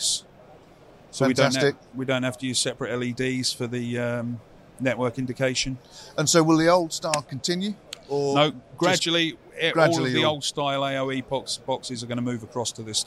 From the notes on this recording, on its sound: At IBC 2023